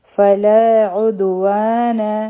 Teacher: په دال باندې به قلقلا کو، ځکه چې دا قلقلا والا حرف دی. و حرفی مد دی، دو حرکا به را کاږو، او نون چې دی دا به نه را کاږو نه.